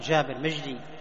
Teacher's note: الجيم هذه الخفيفة التي ليس فيها صفة الشدة · Term: معطشة